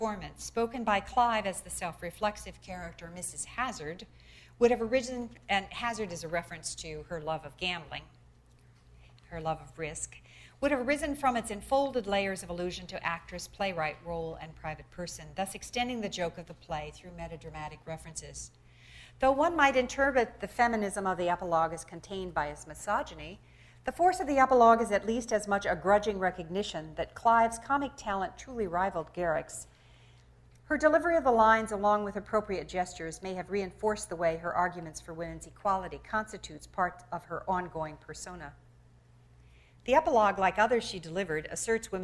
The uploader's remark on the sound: delivers the 17th annual Bliss Carnochan lecture at Stanford